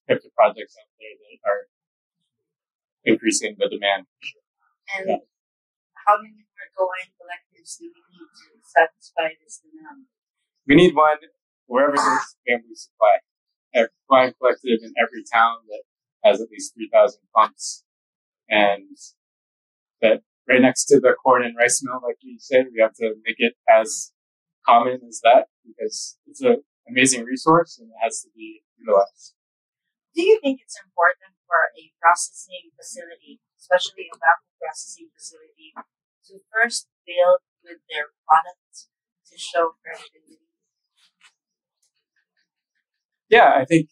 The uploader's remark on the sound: This is a rough cut, just a spur of the moment interview so bear with us, the sound quality needs improvement...